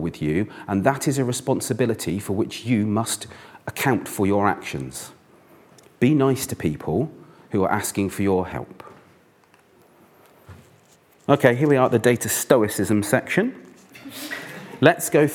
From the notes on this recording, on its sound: The speakers present their work in an exciting, quickfire format. Each speaker had eight minutes, followed by eight minutes of questions from the audience.